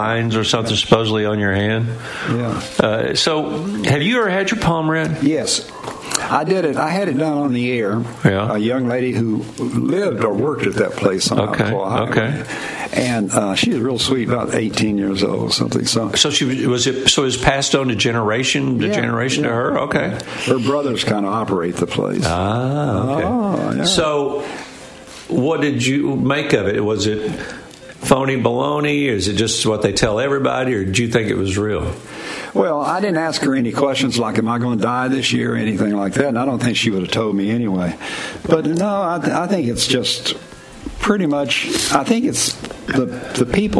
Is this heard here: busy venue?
yes